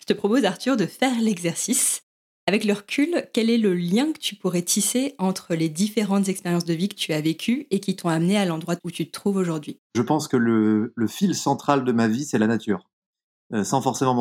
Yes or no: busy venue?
no